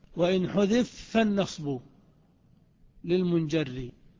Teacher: طيب، وقول ابن مالك وإن حذف فالنصب للمنجر، أصله حذف بفتح الفاء لأنه فعل ماضي مبني على الفتح حذف، ولكنه سكن الفاء لي يدغم فيها الفاء التالية · Term: الإدغام الكبير